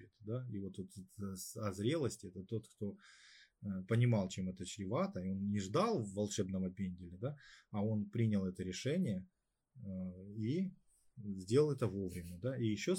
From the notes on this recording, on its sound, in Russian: Запись из эфира в инстаграм. В процессе записи к нам зашел котенок. Звук откровенно не получился.